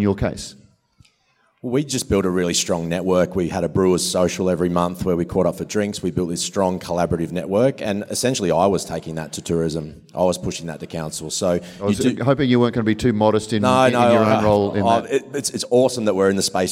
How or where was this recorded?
busy venue